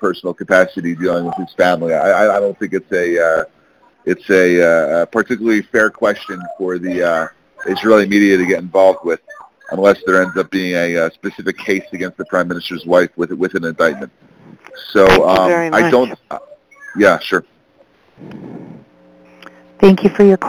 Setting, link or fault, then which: link, phone line